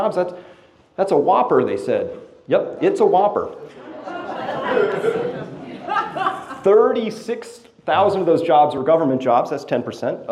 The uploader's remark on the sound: This is my live presentation to an audience in Phoenix AZ